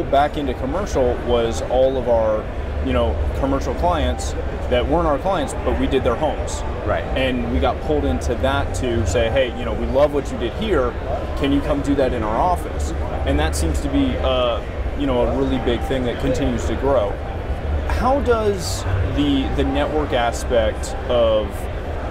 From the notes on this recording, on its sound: Live from InfoComm 2016. Is live from the show floor of InfoComm 2016.